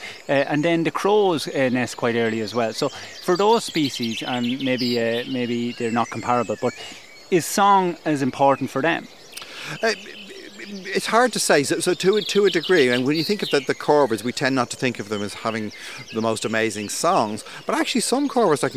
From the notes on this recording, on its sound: Dawn Chorus Live From East Coast Nature Reserve. BirdWatch Ireland's East Coast Nature Reserve (ECNR) in Newcastle, Co. The soundscape in this episode is rich and textured. As the sun rises, Blackbirds and Song Thrushes are first off the mark, with the smaller species joining the chorus as darkness fades. We hear the constant backdrop of the dawn chorus behind them, building as the episode progresses.